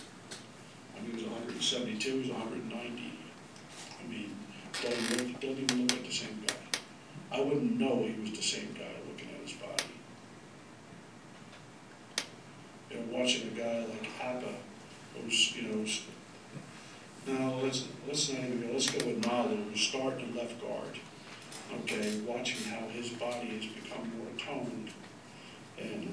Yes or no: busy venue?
yes